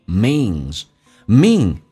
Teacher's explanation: mean 后面加 s 发 z，以 m n 跟 l 后面加 s 加 s 都发 z 这个发音